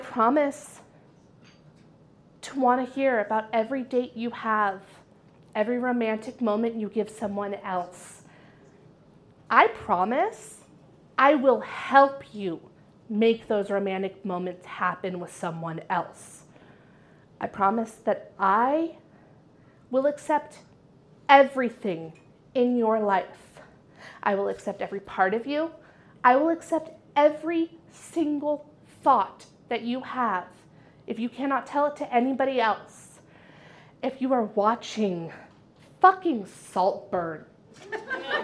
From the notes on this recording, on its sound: Goes south is a live storytelling event out of Charlotte, NC. This podcast combines audio recordings from these live events. Goes south live events take place on the 3rd Tuesday of the month at Petra's in Historic Plaza-Midwood, Charlotte, NC.